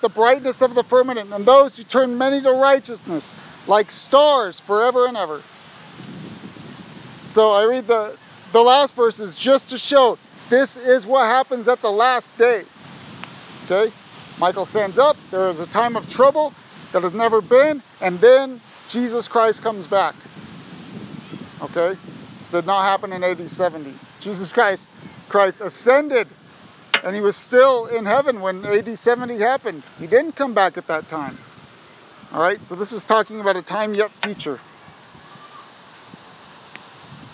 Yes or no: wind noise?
yes